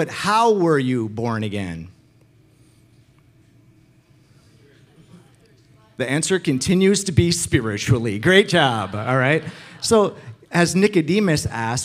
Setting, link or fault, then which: setting, large echoing room